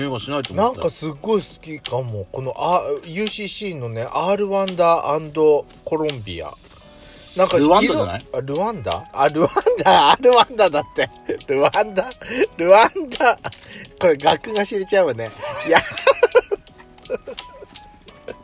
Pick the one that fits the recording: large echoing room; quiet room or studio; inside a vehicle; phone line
inside a vehicle